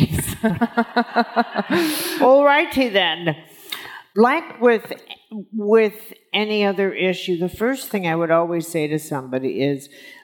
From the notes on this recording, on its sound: on stage at In goop Health